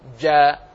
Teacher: انطق بالجيم مجهورة جاء، أي لا تجري فيها النفس